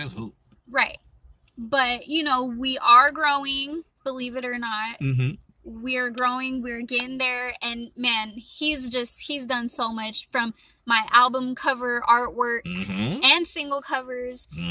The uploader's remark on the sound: Great conversational live interview in the park